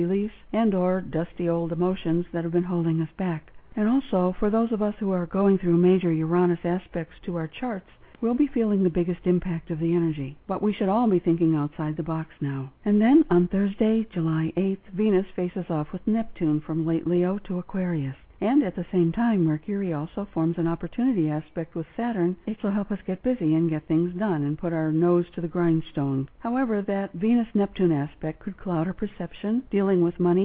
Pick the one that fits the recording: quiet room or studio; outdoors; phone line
phone line